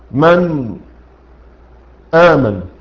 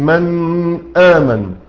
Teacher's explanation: اصطلاحا إخراج الحرف من مخرجه من غير غنة ظاهرة ولا وقف ولا سكت ولا تشديد في الحرف المظهر · Shown in: first take